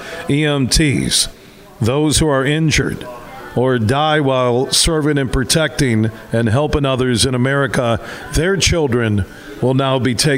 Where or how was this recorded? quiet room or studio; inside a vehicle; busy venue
busy venue